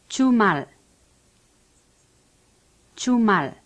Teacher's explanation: A CH is pronounced like change, but without expelling any air.